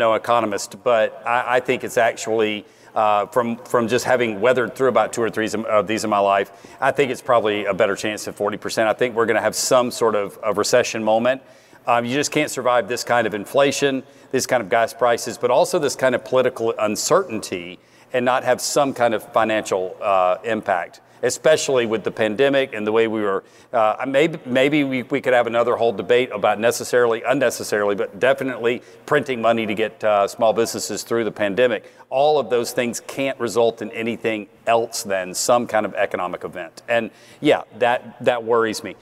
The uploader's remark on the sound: Live from Scaling New Heights